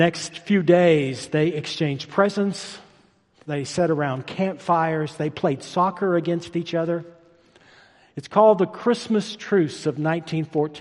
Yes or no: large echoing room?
yes